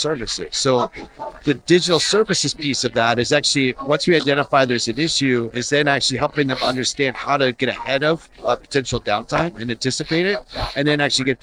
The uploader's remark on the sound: Recorded at IT Nation Connect 2023.